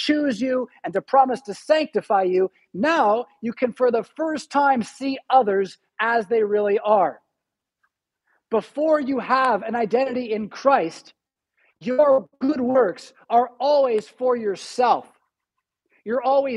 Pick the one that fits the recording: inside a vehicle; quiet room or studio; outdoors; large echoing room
large echoing room